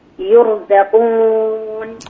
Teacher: يرزقون واو صافية من الفم